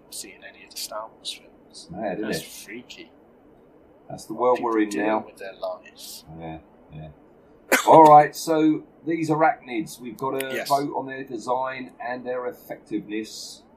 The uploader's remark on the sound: Apologies for the sound quality on this one, might of had a problem with the “web”.